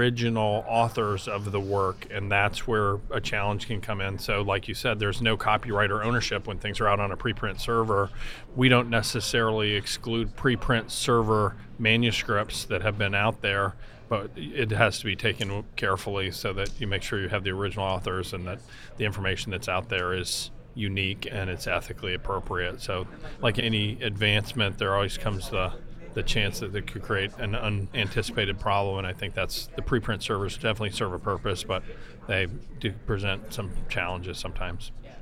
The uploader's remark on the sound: recorded at the 2021 AAHKS Annual Meeting